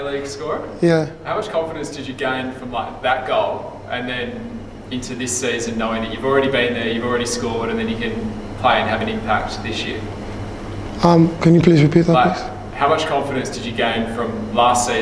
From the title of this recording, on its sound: Press Conference